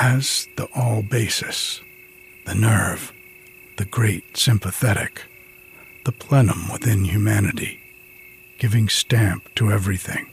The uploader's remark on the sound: Recorded outside on a summer evening. It's been very hot and smoky here on the mountain.